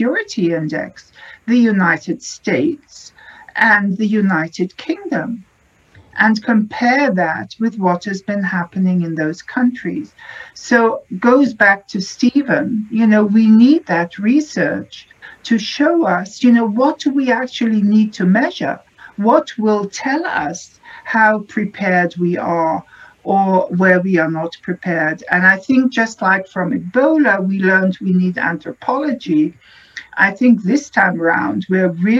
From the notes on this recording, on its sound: a virtual, world-wide conference